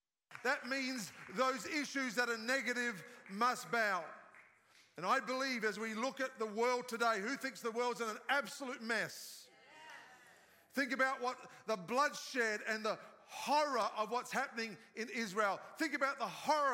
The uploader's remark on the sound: live from our 10am service at our Alpharetta campus on Sunday, October 15th!